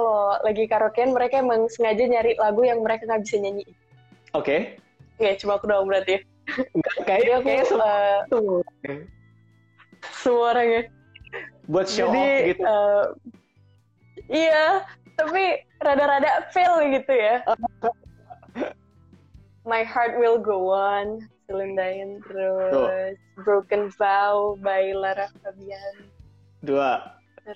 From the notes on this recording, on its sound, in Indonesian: direkam saat sesi Instagram LIVE